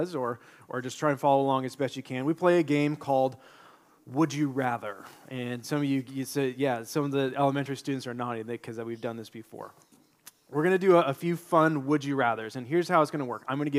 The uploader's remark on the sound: delivered this sermon during our March 26, 2023, Sunday worship service